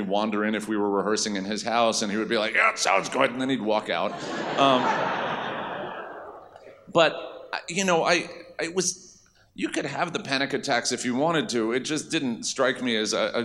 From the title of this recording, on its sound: Recorded Live